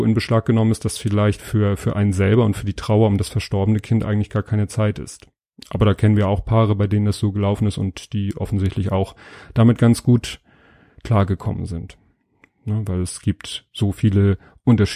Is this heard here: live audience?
no